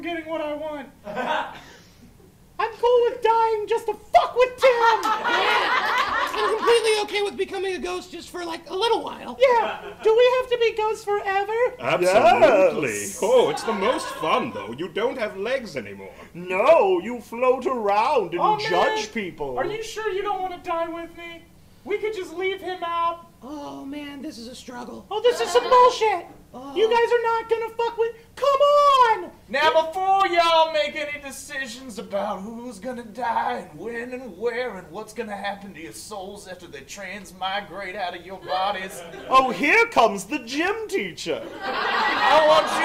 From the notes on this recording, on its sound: Live at The Kick Comedy Theater. An audience of real life people are forced to endure the boys live. Recorded at The Kick Comedy Theater in KCMO.